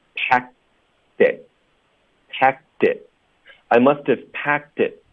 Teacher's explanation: 我们会把结尾的 d 连读到 it 。Packed it, packedit，然后 pack 的这个科音会省略，会靠顶舌根导致停顿的。Packed it, packed it, I must have packed